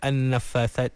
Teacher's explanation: ada nun yang bersabdu, nun musyaddadah. Jadi kena digunnahkan tu seimbang, seragam